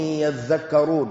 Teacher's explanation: وأصلها يتذكرون، فأدغمت التاء في الذال